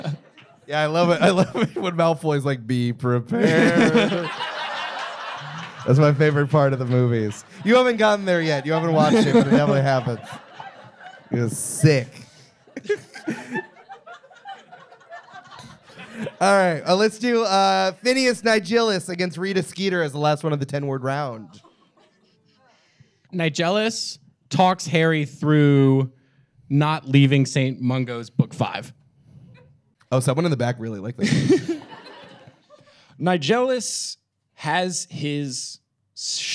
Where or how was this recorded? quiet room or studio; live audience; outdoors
live audience